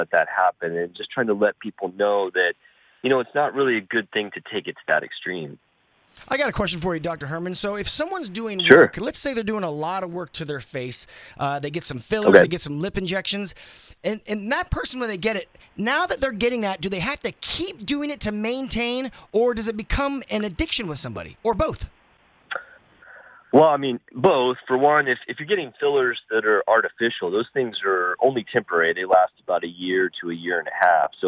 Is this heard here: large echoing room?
no